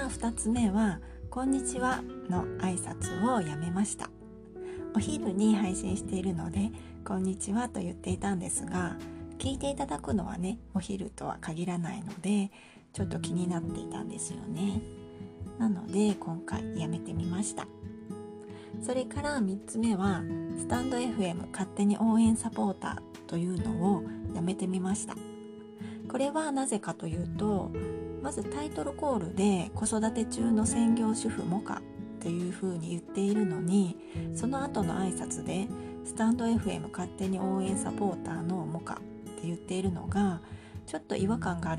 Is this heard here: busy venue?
no